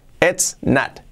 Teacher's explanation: esa O la hacemos como una A